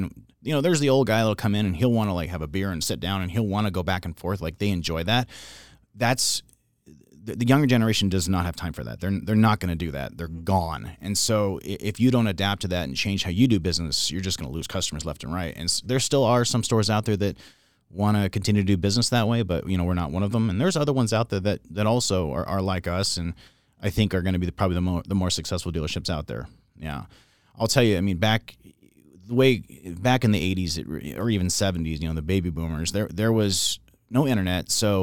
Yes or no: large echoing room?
no